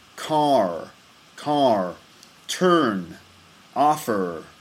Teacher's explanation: In standard Southern British English, the R or R is only pronounced before a vowel sound, so only before a vowel sound. But in American English, usually the R or R sound is pronounced in all positions where it is written in a word. And it sometimes changes the quality of a vowel that comes before it.